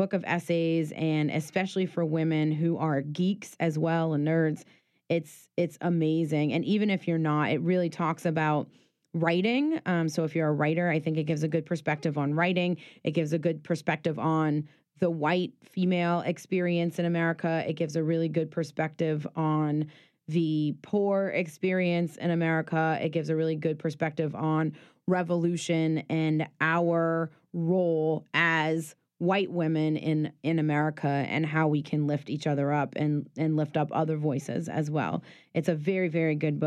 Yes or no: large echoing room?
no